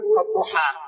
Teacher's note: ومنهم من يقول الضحى بالتقريب بين الفتح وبين الإمالة